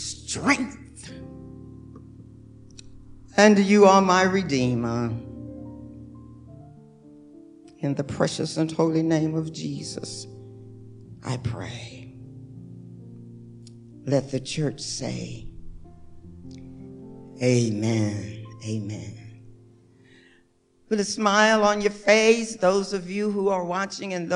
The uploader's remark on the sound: Recorded live for First United Methodist Church of Pacoima